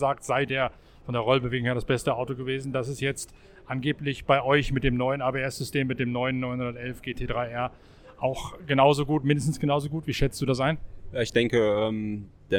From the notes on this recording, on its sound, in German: Nach dem ersten Freien Training in der Grünen Hölle. Live von der Nordschleife.